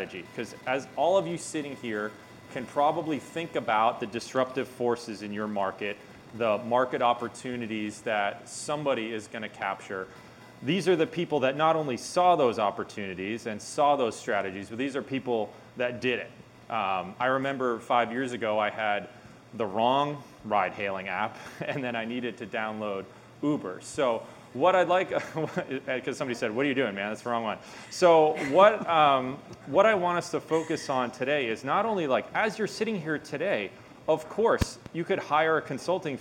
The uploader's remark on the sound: Reimagining Work Summit - Disruptors Panel. We share an exclusive panel of speakers at Catalant’s recent Reimagining Work Summit.